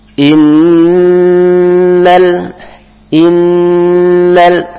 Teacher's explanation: In, cuma dia tetap berdengung. Dua harokat ditahan, dua harokat dengan berdengung. · Term: nun bertasdid